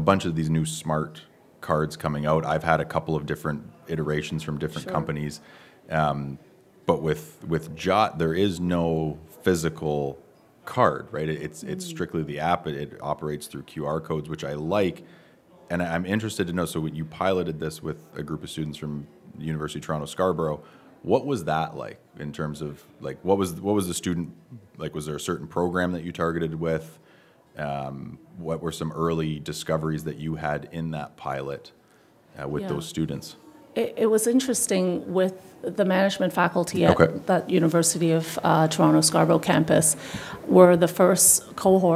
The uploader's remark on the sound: Live from the 2023 CEWIL Conference.